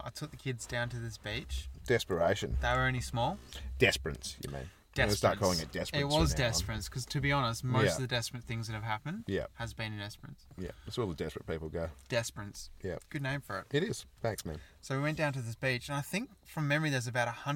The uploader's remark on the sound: This week we decided to record alongside a creepy graveyard on the outskirts of a tiny country town. There was death among us during recording though as a bag of lollies was devoured.